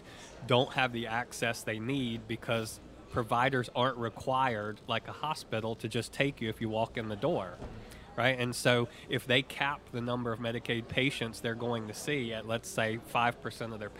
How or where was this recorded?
busy venue